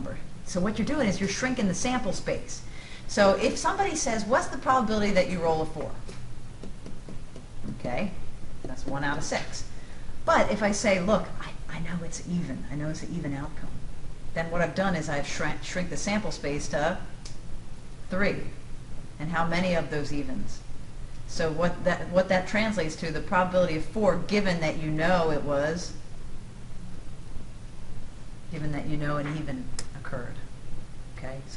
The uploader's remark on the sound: This is a recording in front of a live classroom.